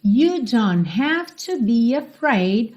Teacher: esse T do don't quase não aparece mesmo